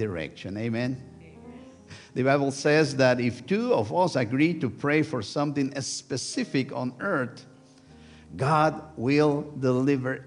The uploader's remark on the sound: Sunday worship service at First United Methodist Church of Pacoima. Recorded live on July 23, 2023, this service. We are located at 12550 Van Nuys Blvd.